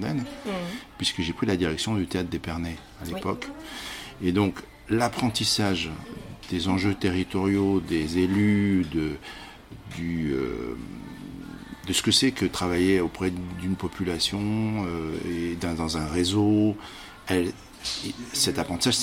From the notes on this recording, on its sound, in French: Nous avons enregistré dans un lieu public plein de vie mais j’espère que cela ne gênera pas votre écoute.